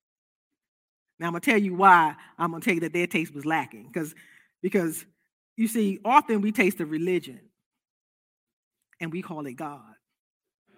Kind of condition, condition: setting, large echoing room